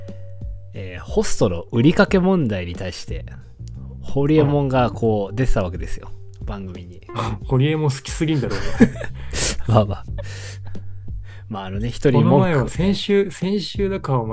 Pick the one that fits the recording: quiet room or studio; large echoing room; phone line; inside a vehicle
quiet room or studio